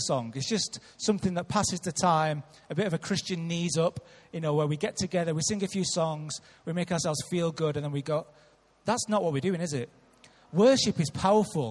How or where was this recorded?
large echoing room